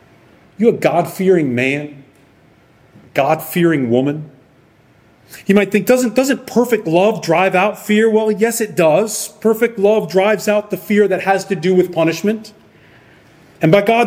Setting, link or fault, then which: setting, large echoing room